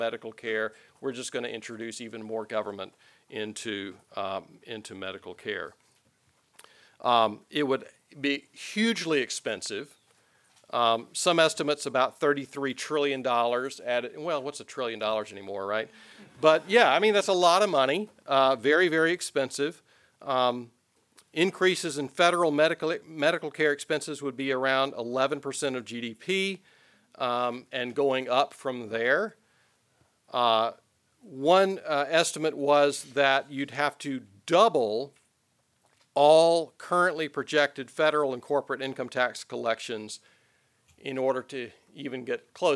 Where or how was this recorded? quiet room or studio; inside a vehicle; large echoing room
large echoing room